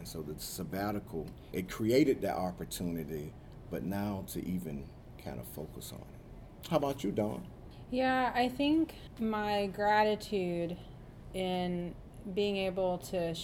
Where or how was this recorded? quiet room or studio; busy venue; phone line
busy venue